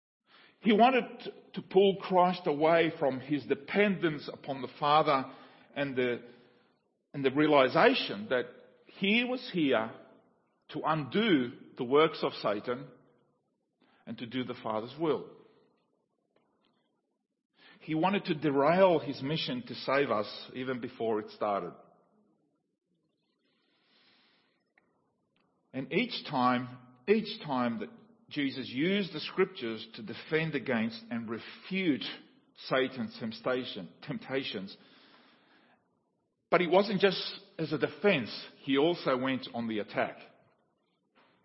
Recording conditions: large echoing room